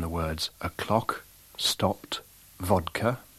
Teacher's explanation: the rounded vowel in words of the standard lexical set lot